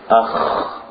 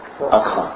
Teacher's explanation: the ha, it doesn't have the falakala. It does not have the sound of vibration when we stop on it. · Shown in: first take · So, for example, if we say ach, we shouldn't say acha.